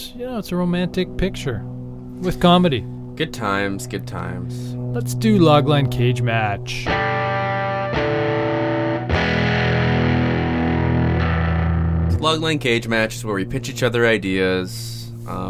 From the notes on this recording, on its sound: recorded this episode on a plane, flying home from Minneapolis-St Paul